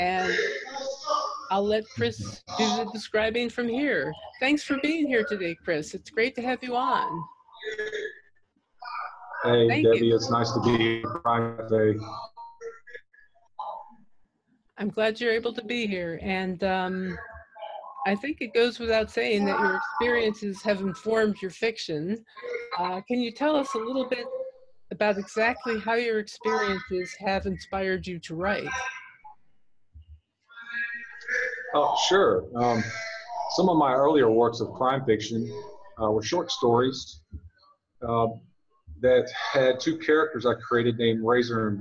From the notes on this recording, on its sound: You'll probably hear a lot of background noise, but let's hope for the best.